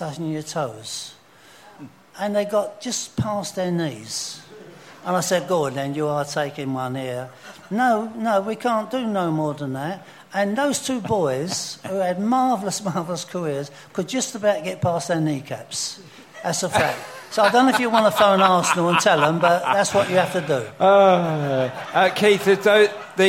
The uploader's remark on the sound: The eighth live show